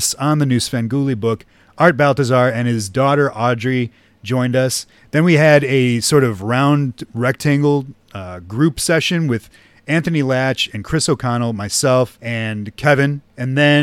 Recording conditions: busy venue